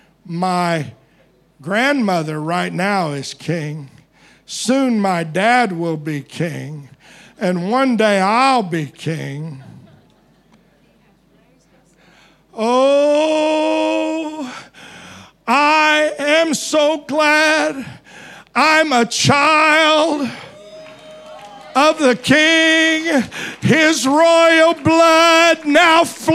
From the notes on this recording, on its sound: Preached at DCD Conference 2023, 6 Dec Morning Service